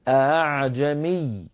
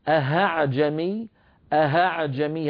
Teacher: الهمزة الأولى محققة والثانية همزة ليست شديدة، ليس فيها قفل للمخرج · Shown in: first take · Term: بتسهيل الهمزة الثانية